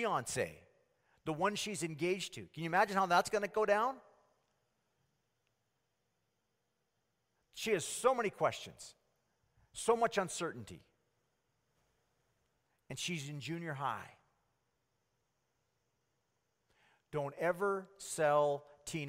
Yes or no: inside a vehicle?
no